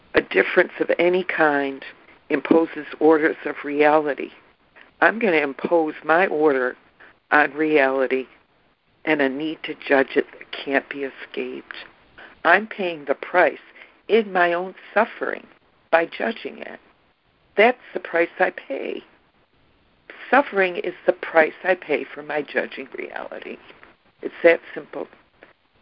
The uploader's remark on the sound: ACIM Daily Conference Call.